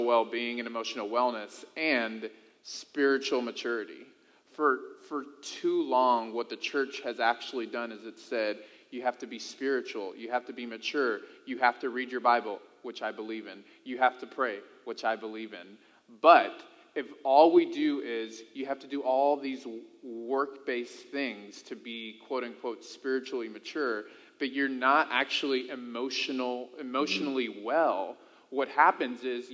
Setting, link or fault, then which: setting, large echoing room